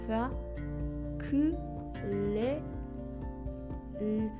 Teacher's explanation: K の後の L は舌を、えー、上顎につける